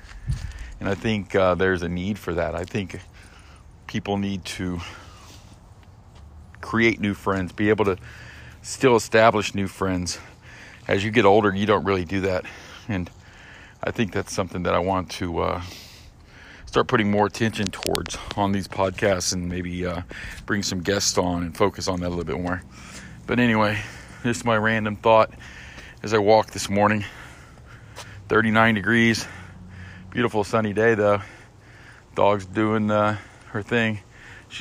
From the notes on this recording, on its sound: Quick hitters recorded while I walk my dog (Brooklyn) in the morning.